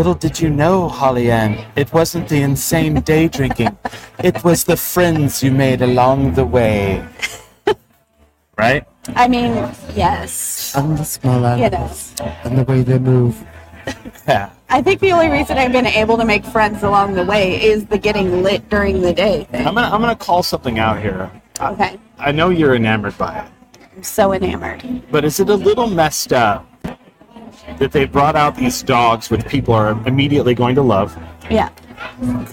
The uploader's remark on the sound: We are live from NM Brewfest! Some random festival goers!